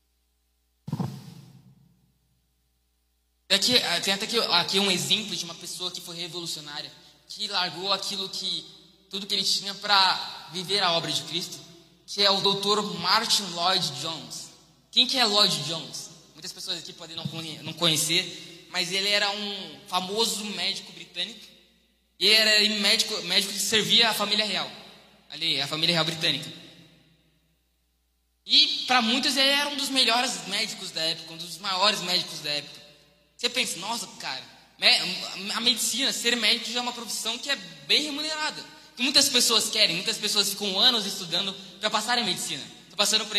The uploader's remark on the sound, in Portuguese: Mensagem ministrada ao vivo em 18/12/2021.